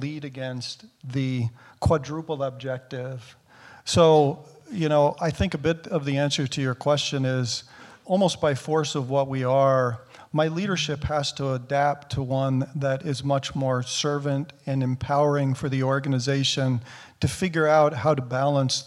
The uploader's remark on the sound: recording of the first live Albers Executive Speaker Series panel in 18 months